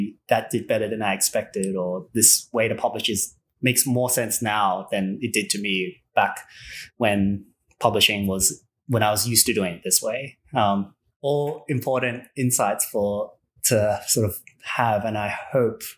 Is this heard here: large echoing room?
no